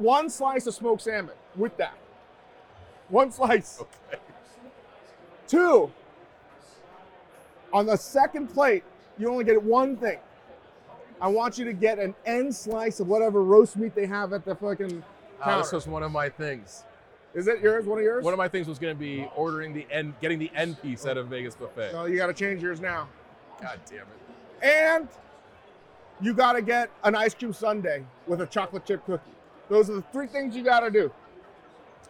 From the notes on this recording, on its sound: Hoops and Hops at the Cosmopolitan of Las Vegas. Live from the Cosmopolitan of Las Vegas.